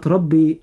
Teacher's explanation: الراء مفخمة عند النطق لأنها مفتوحة